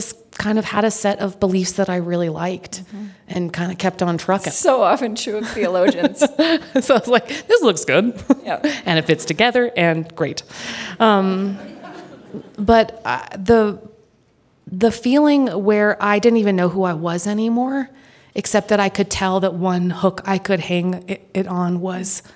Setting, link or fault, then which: setting, live audience